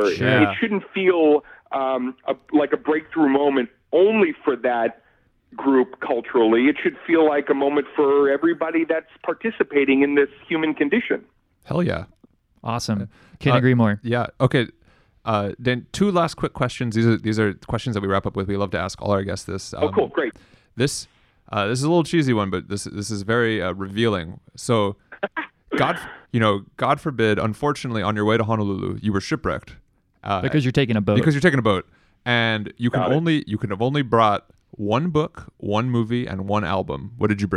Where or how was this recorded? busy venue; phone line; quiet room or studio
phone line